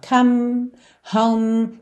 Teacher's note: Percebe como essas palavras realmente terminam na letra M? Você termina a palavra com os lábios se encontrando